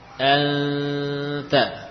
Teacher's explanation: Misalkan kita tutup apa hidung kita, suara nun masih berlanjut karena yang bersuara adalah bagian mulut. Anta, ya demikian. · Term: huruf nun yang samar